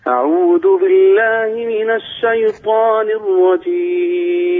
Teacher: فخم الطاء من الشيطان